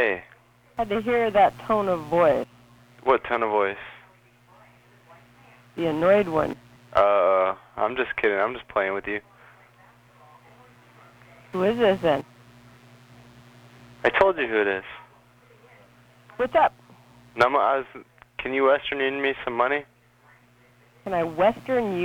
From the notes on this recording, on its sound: Prank Phone Calls